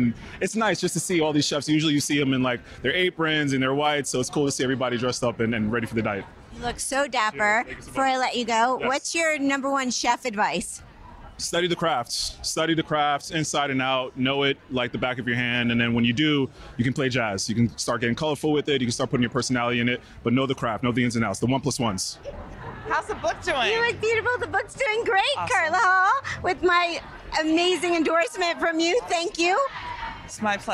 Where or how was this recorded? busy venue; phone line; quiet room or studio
busy venue